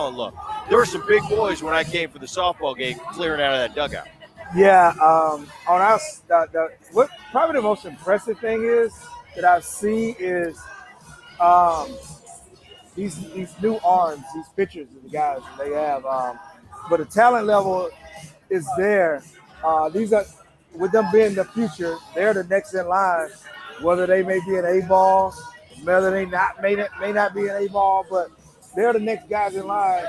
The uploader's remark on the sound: live from T-Mobile Park in Seattle